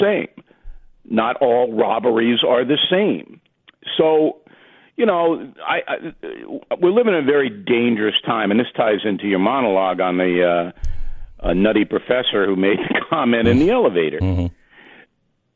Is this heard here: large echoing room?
no